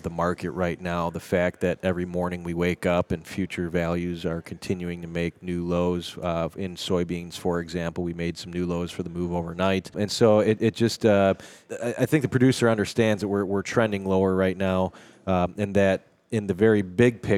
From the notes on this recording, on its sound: We are live today from the AgMarket.net Farming for Profit, Not Price Conference in Nashville, TN.